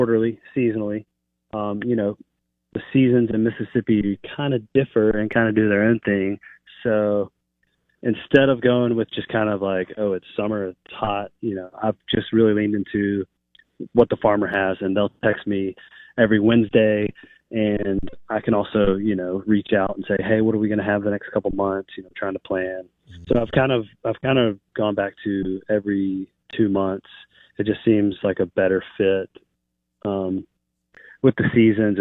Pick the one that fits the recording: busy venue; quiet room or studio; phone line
phone line